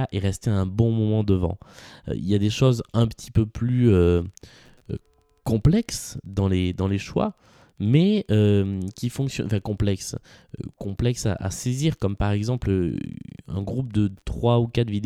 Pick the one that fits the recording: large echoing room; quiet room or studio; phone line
quiet room or studio